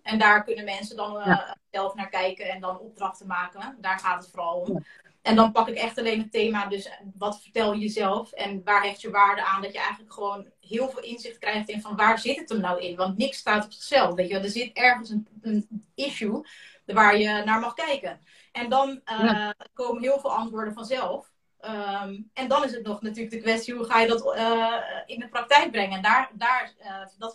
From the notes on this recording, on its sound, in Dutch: een gesprek dat ik live via Instagram had